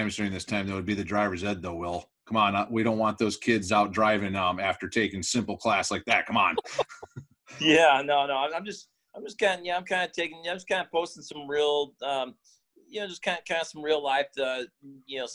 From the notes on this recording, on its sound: Hosted a virtual happy hour on Zoom. As an escape from the isolation as a result of COVID-19.